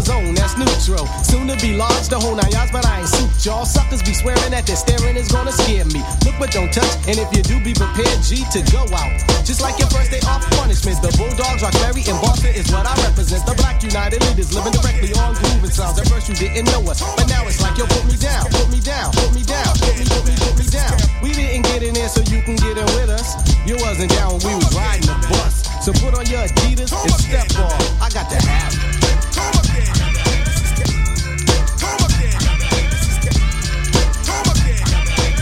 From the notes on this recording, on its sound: Hip Hop Mix at a live event!